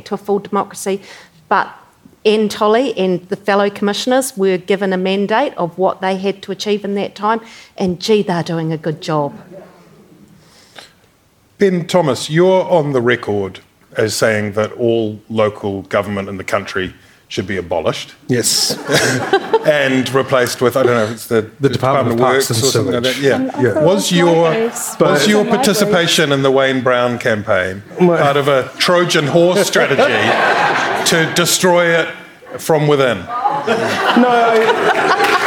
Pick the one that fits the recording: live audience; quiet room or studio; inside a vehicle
live audience